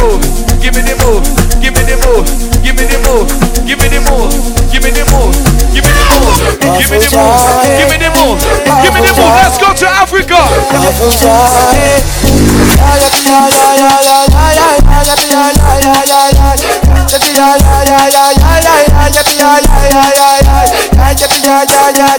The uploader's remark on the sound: LIVE AT FUBAR MONTREAL JULY 2023